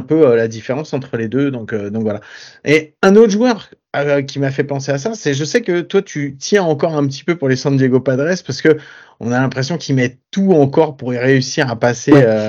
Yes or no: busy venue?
no